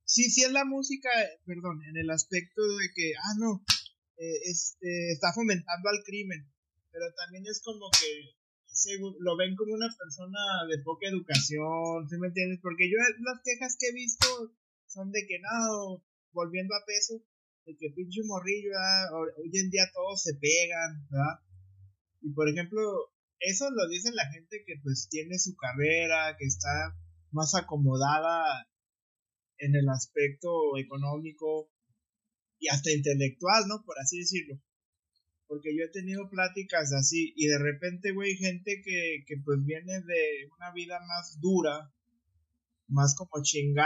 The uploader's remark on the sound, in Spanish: Quiero disculparme por la calidad del audio. Desafortunadamente, configuré mal los ajustes del micrófono al momento de grabar este podcast, por lo que el audio quedó como quedó.